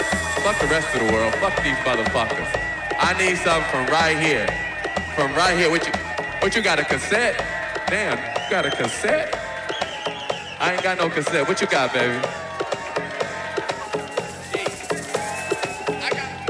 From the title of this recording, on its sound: LIVE From Static After Hours Brooklyn NY